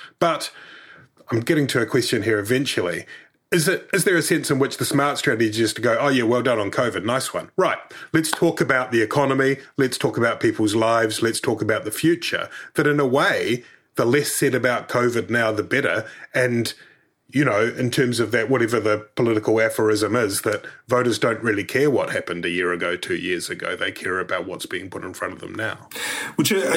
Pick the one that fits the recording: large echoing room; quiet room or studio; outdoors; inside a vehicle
quiet room or studio